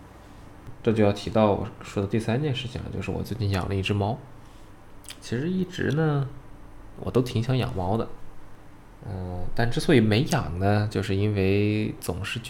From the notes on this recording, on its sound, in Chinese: 录音时风噪没有完全处理好